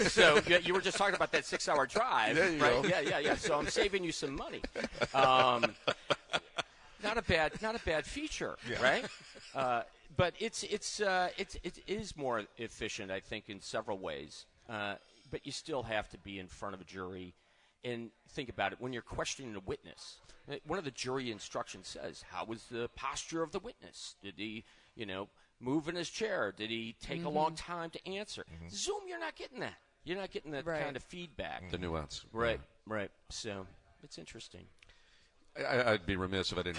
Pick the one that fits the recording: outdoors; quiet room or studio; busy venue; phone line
busy venue